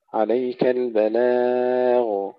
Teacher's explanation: هنا ننتبه إلى تلقيق اللام، عليك البلاغ، ثم نقف على الغين المفخمة مع الرخاوة